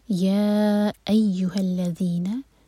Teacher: ورڈ ہے اور اس کے بعد ایہا آ رہا ہے تو ہم یا کو چار حرکہ لمبا کھینچیں گے مد منفصل اور پھر حمزہ پر زور دے کر پڑھا جائے گا یا